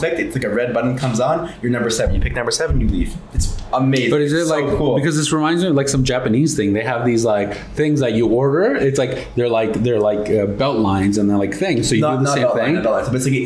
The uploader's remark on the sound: Special Thank you to The Hummussiah for hosting us at their place to record our podcast!